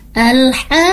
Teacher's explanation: huruf H-nya itu 6 ketukan, baru ada Qaf yang di tasydid ya · Term: qalqalah